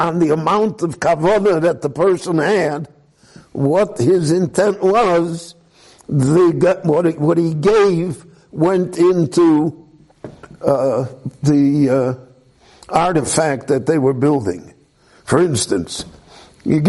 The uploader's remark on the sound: This lecture was recorded live at Beit Knesset HaNassi in Jerusalem.